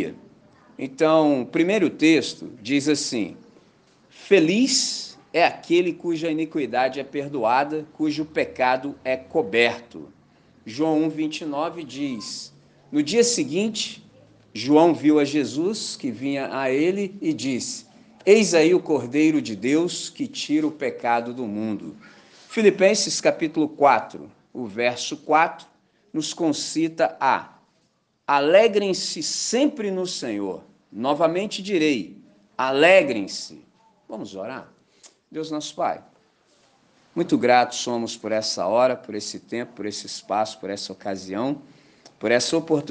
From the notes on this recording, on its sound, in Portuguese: Gravado na manhã de Domingo 2 de Julho de 2023, na celebração da Missão Batista em Candelaria, Volta Redonda, RJ.